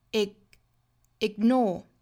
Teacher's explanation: 我们不真正的把它 g 出来，而是去把这个 g 的口型不真正的去爆破